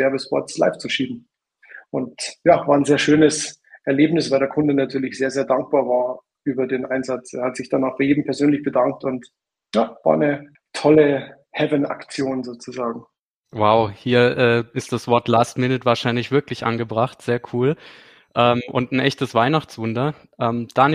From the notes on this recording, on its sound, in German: Im Rahmen eines LinkedIn Live-Events